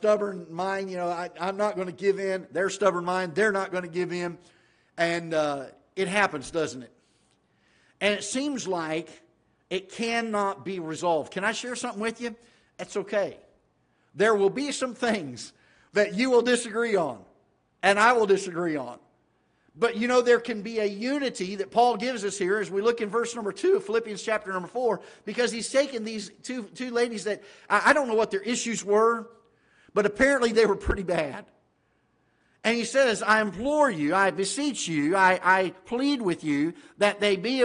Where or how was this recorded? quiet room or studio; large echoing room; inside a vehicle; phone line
large echoing room